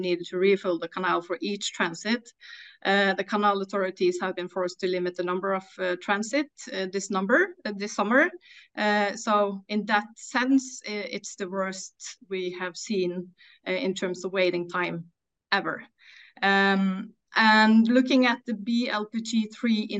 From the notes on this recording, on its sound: LPG Shipping Sector Webinar